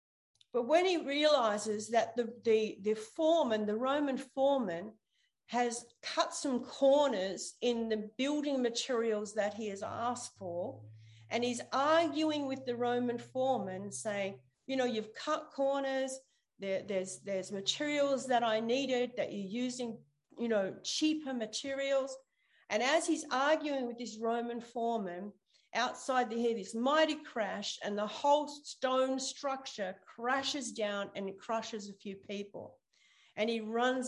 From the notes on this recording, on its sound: ZOOM Church